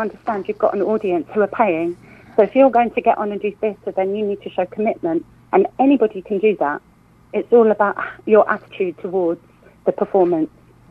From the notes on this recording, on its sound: joined on the phone